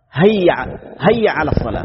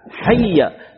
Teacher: يبدل الحاء بهاء، هذا خطأ · Shown in: second take · هيا هيا على الصلاة، لا حي بالحاء، حي.